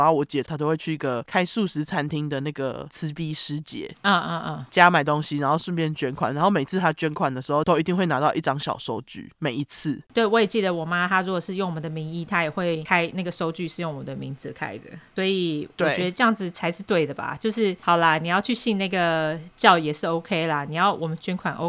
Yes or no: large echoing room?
no